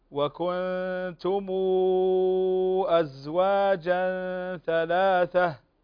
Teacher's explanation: عندنا المد المنفصل يمد ست حركات لورش